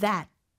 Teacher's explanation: That 여기에는 마지막 T가 시옷 받침처럼 돼야 되고요. TH는 유성음이에요.